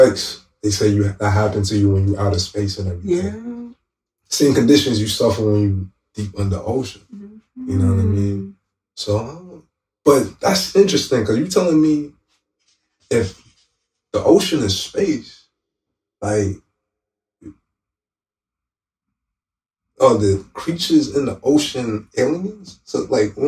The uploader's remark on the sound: We ran into some technical difficulties recording this series of conversations